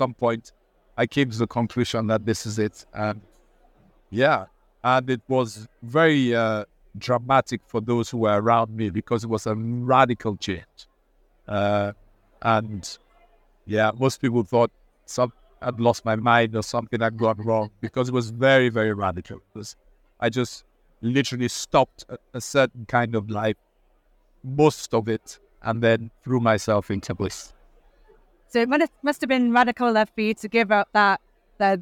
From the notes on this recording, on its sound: Recorded at the Alliance for Responsible Citizenship (ARC)